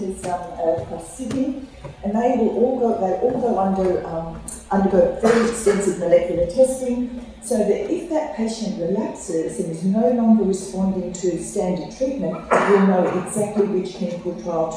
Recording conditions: live audience